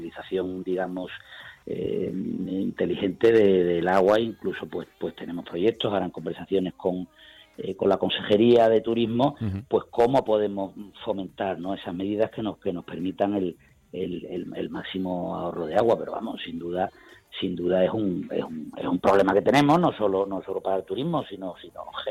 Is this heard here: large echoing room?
no